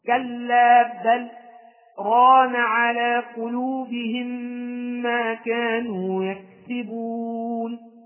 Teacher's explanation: أنا وقفت على اللام في كلمة بل من غير أن أخذ نفسا، انقطع الصوت عن القراءة بنية الاستئناف بغير أخذ نفس، فتقول كلا بل طان على قلوبهم، وهكذا. · Term: السكت